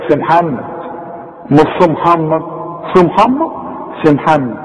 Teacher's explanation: والسين طلعها سين، ما طلعهاش بقى زي ما تكون صاد صاد مرققة، لا السين سين.